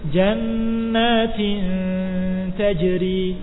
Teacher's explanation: Lidahnya enggak ada yang menyentuh tempat mana saja, hanya mendekati makhrajnya ta. Mengucapkan hunna, suara dari hidung dan juga dari mulut, dengan mendekati huruf tadi ta. · Term: ikhfa